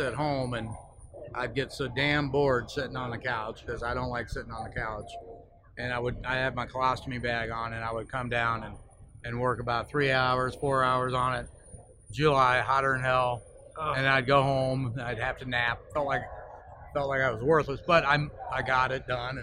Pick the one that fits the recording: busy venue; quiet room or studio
busy venue